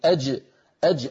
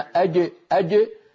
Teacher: يخرج صوت جيم مخلوطة بدال فيخرج الصوت الرديم · Shown in: second take